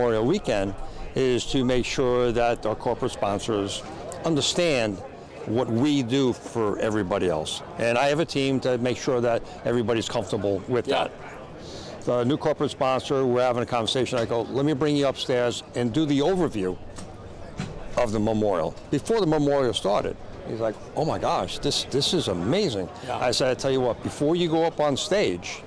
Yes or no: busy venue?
yes